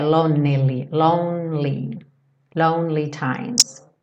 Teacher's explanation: Percebe que lonely, do N você vai pro L, não fala o E